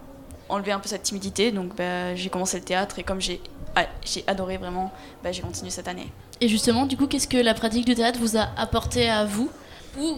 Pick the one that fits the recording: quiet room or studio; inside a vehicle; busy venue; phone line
busy venue